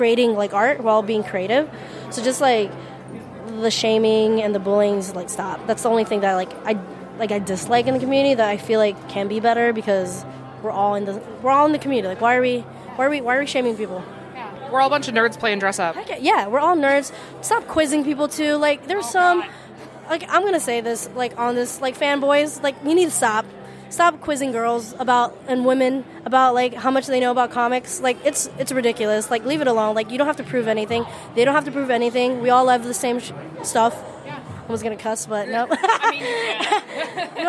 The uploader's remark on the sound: Live on the Con floor at All Star Comic Con in Tyson’s Corner, VA.